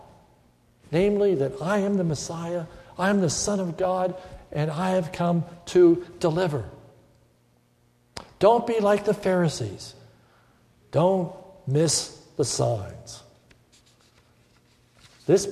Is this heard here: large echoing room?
yes